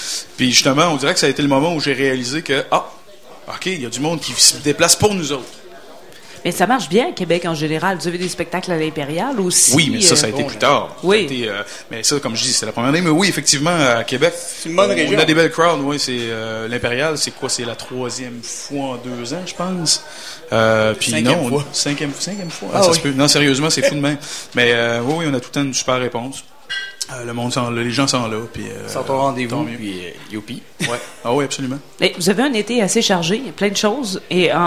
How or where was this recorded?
busy venue